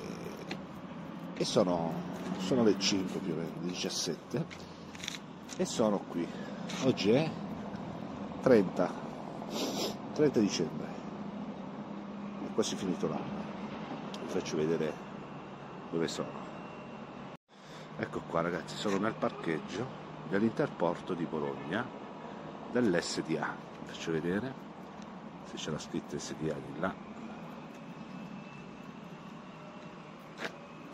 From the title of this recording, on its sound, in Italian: In diretta dal parcheggio dell'Interporto di Bologna